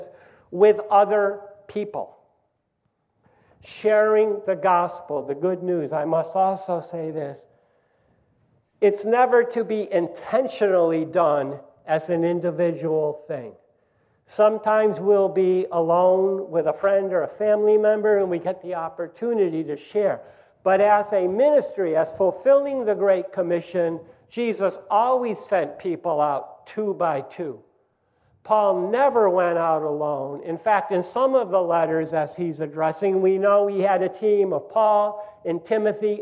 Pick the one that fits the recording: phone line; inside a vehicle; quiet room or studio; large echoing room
large echoing room